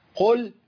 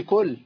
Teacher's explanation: القاف المضمومة لا تبدل بكاف مضمومة · Shown in: first take